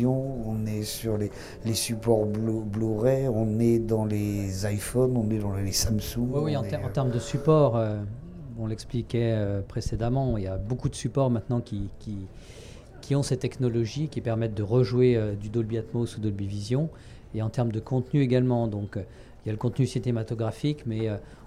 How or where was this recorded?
busy venue